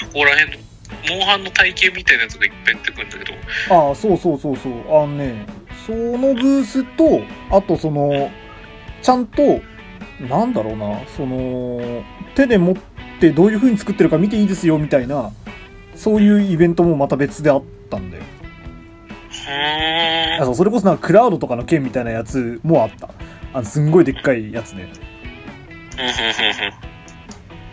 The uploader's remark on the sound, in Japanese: 録音機材：iPhone7